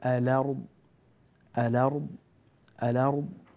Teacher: كلمة الأرض ورش ينقل فيها حركة الهمزة إلى الحرف بعدها، ينقل فيها حركة الهمزة إلى الحرف الذي بعدها، لا يقول الأرض، يقول الأرض الأرض الأرض.